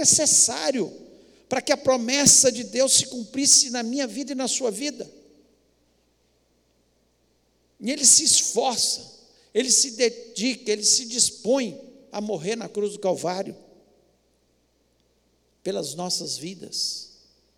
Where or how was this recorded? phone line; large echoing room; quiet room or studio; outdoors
large echoing room